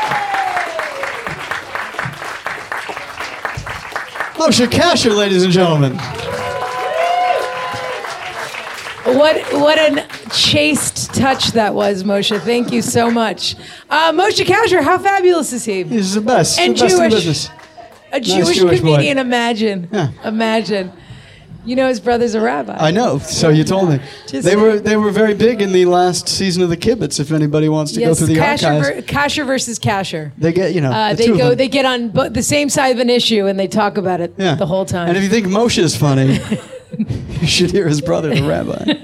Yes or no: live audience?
yes